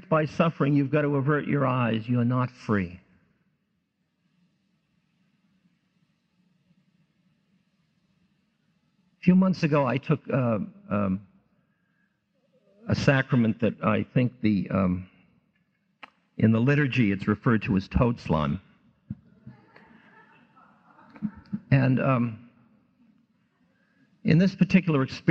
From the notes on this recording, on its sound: This special talk given at the 1994 Psychedelics Symposium at Chapman College.